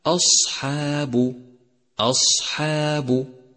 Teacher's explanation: فالهمزة مرققة دائما، والصاد مفخمة، والها صفة الصفير أيضا، والحاء مرققة، والألف تتبع الحاء في الترقيق، والباء مرققة، فيصير نطقها الصحيح هكذا أصحاب، أصحاب.